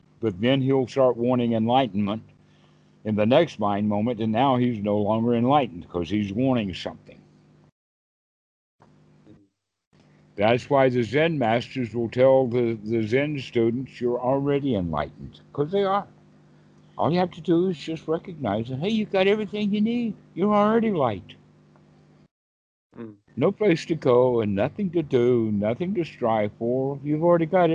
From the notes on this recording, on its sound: skype calls on this channel